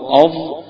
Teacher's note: وانطق الضاء أض، هتلاقي جاية من طرف اللسان من الأمام مع أطراف الثنايا العليا